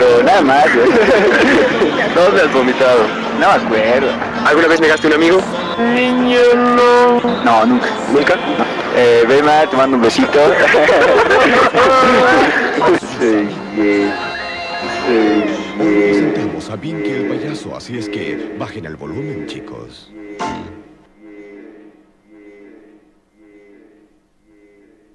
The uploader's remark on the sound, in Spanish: ¿El audio sigue pobre verdad? Salimos al frente con un micrófono corbatero de PC, ninguna pandilla logrará acallarnos.